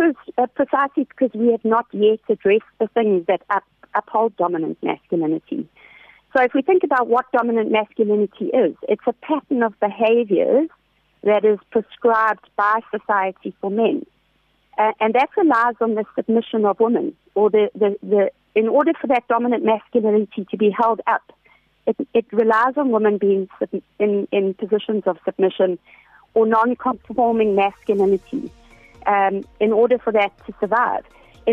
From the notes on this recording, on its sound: Joining us on the line today